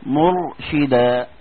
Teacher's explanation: ساكنه وقبلها ضم، يبقى اللي يحصل فيها تفخم